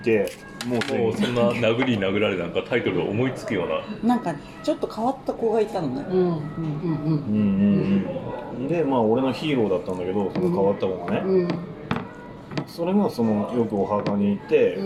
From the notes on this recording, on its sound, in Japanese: 今回は趣向を変えて居酒屋での収録です。